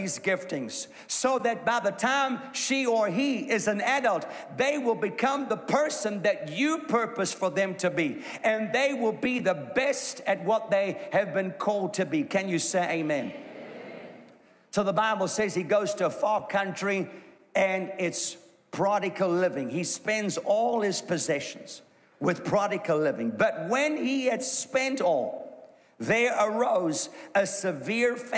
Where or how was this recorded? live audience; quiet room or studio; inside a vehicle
live audience